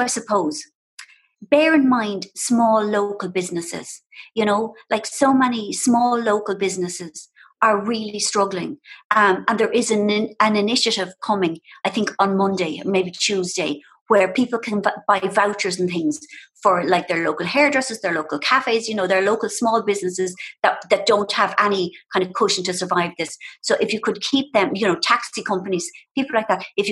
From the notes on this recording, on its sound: This episode is the live recording taken from the first ever Zoom event for The Women's Podcast. On Zoom for a virtual get-together.